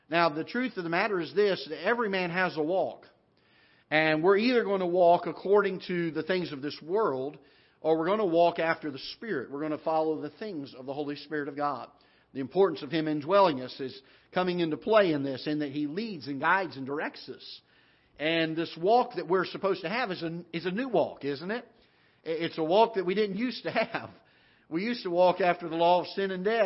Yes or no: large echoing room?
yes